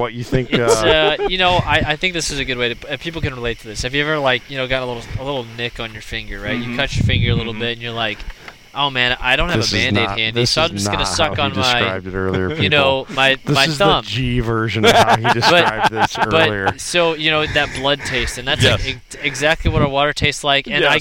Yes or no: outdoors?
yes